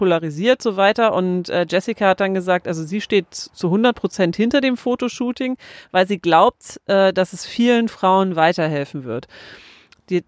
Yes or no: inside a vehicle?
yes